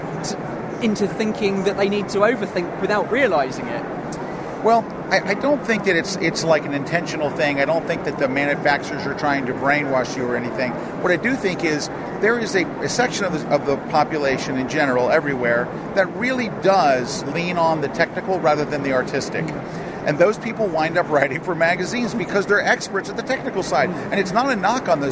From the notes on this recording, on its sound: a couple of conversations recorded earlier in the year at the Photography Show